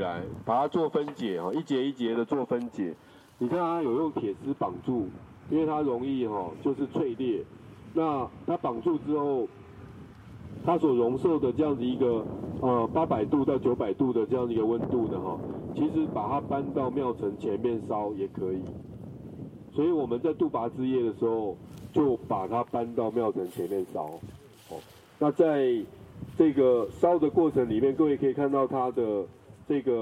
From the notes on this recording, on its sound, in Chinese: 大隆田展區」現場導覽